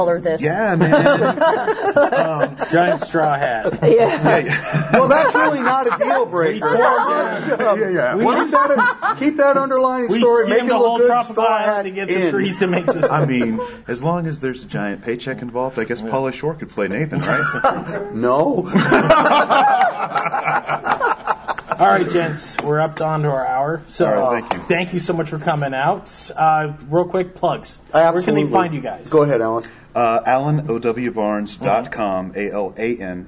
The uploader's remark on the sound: Live from G-Fest! Live from G-Fest 2016. Sit down for a late night impromptu podcast.